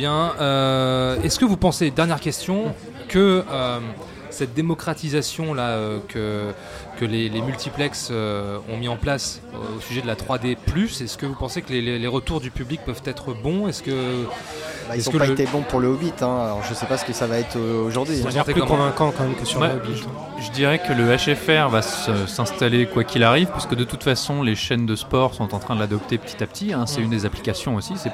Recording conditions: busy venue